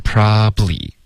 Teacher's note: 用它的这个缩写的发音 probably。OK，两个音节就够了